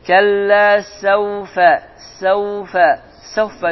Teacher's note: Fə isə yuxarı dişləri, yəni alt dodağın yaş hissəsinə toxundurmaqla fə çıxır.